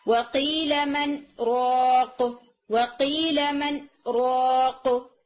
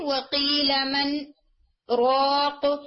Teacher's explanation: तो यहां पर आपने क्या करना है, सख्त करना है। अगेन सख्त के लिए याद रखें कि ब्रेथलेस पॉज होगा जिसका ड्यूरेशन बहुत कम होगा। · Shown in: first take · वकील मन रोक वकील मन रोक, ठीक है, सिर्फ आपने आवाज तोड़नी है और आपने रुकना नहीं है।